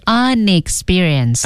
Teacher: 不妨把这个 n 和后面那个元音字母连在一起 · Term: 连着读